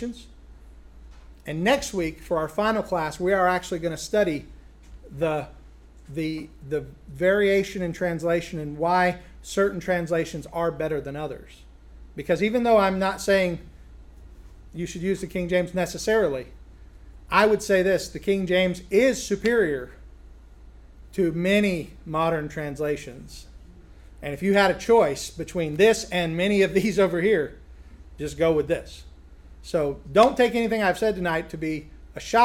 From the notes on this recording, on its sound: a recent lecture he gave at Sovereign Grace Academy